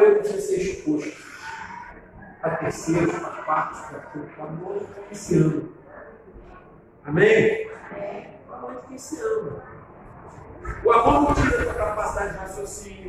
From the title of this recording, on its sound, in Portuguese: Ao Vivo na Casa de Louvor